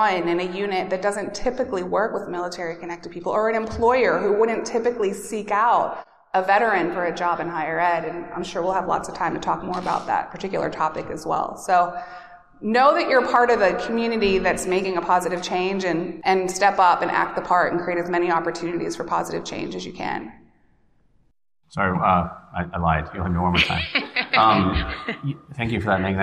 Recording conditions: live audience